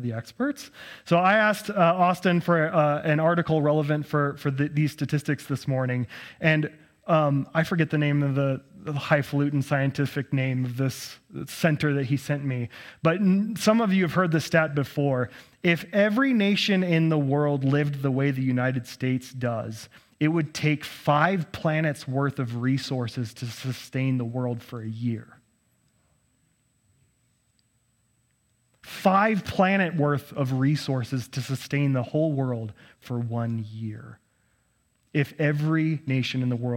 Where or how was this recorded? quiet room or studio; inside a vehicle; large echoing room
large echoing room